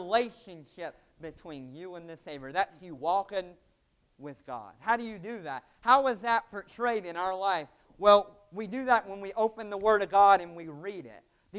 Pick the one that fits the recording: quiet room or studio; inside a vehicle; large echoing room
large echoing room